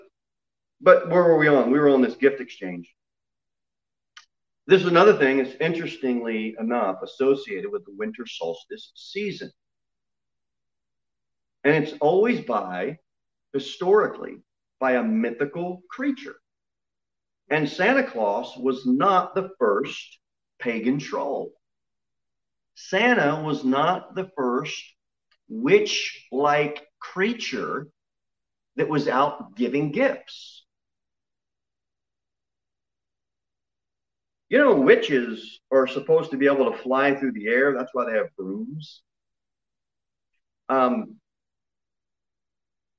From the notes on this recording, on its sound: Sermon delivered at Pilgrim Baptist Church. Jere Whitson Rd.